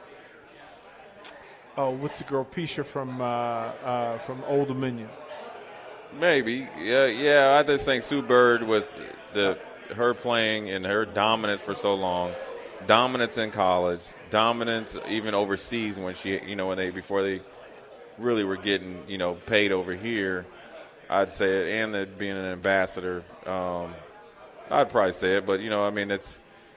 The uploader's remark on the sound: LIVE from Mary Ellen's